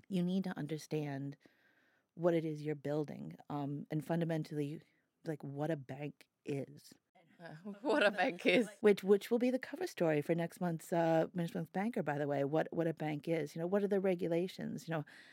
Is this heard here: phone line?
no